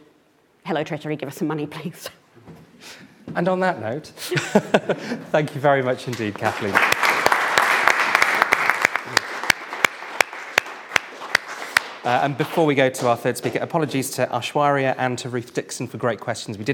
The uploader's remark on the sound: Each speaker had eight minutes, followed by eight minutes of questions from the audience.